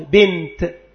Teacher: في آخر الكلمة علامتها، أي علامة التاء المفتوحة أو تاء التأنيث، علامتها أنه لا يمكن نطقها هاء عند الوقف عليه، فعلامتها أن يوقف عليها بلفظها تاء، ولا تبدل هاء